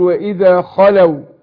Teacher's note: هنا برضه أقول وإذا لقوا الذين آمنوا، ده بدل وحفص مش بيده، قالوا آمنا، النون هنا مشددة تاخد كل حركتين، أقول وإذا خلوا خاء أفخم الخاء وأقول خلوا واللام وسكن الواو